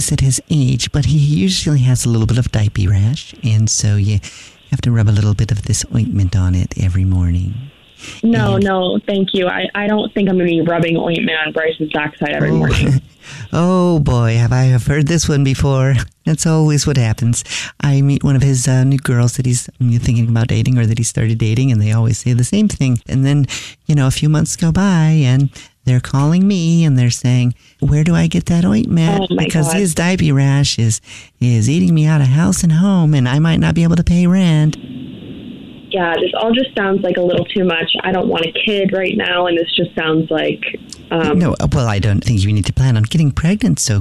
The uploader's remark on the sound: phone prank style